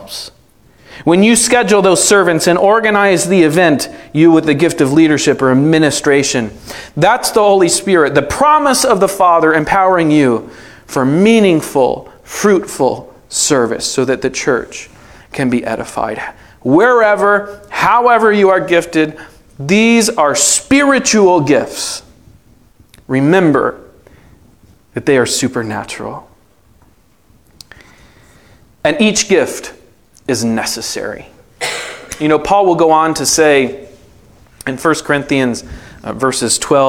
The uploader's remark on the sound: Session 5 of the 2023 IronWorks Afterglow Conference!